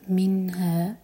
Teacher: نون ساكن پر اظهار، جھٹکا نہ ہو